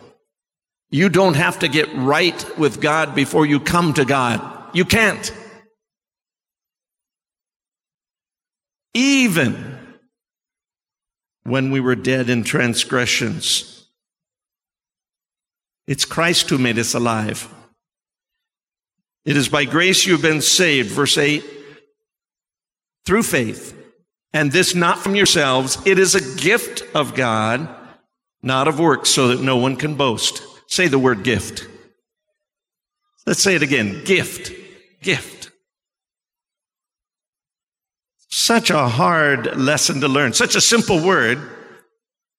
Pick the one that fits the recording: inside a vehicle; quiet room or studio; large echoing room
large echoing room